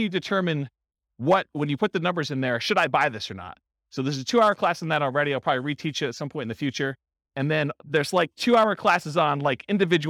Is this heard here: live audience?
yes